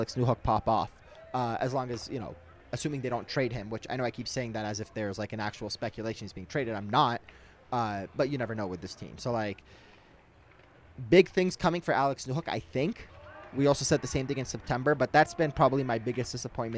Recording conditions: busy venue